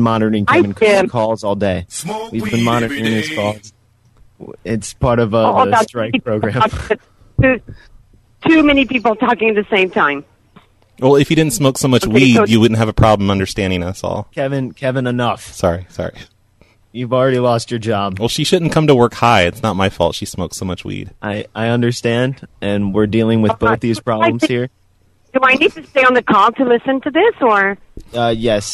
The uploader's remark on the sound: …'s Personal Prank Phone Calls Collection.